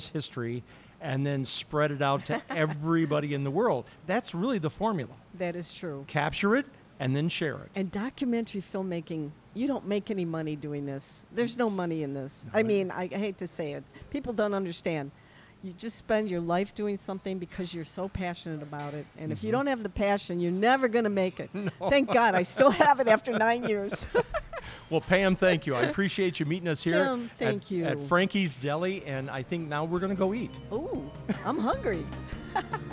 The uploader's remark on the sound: We recorded our conversation at Frankie's Deli in Oakbrook Terrace, Illinois on May 31, 2023.